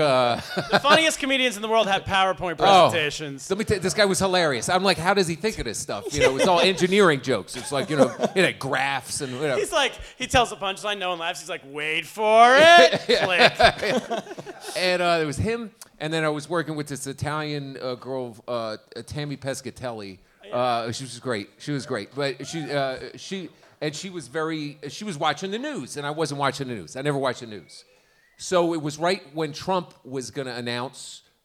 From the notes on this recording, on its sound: Are live from Stand Up NY Comedy Club in Manhattan. This action-packed live show.